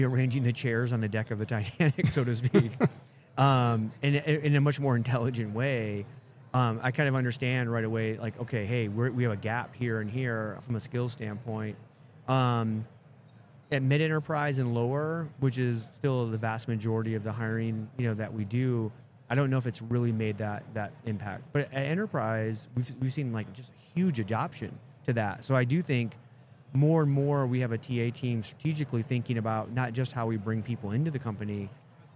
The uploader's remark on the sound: Live at the HR Tech 2022 conference